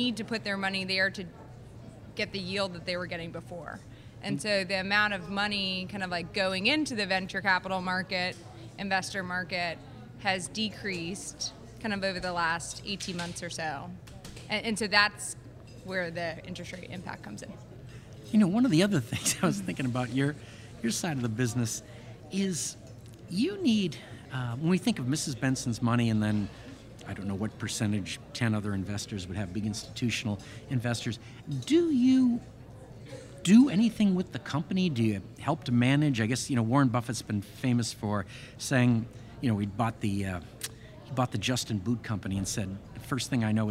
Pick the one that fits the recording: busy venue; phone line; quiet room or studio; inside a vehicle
busy venue